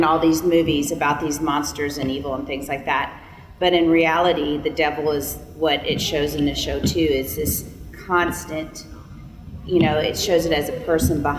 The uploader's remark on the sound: This Bible study was recorded at Zion Lutheran Church in Tomball, TX